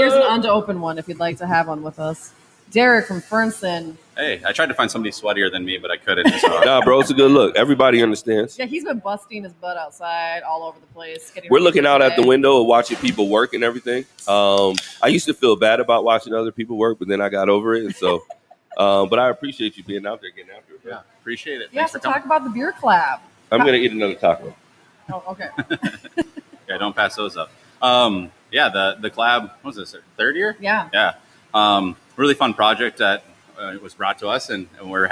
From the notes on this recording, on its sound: records episode 41 live from Fernson Downtown and virtually at Lost Cabin Beer Co.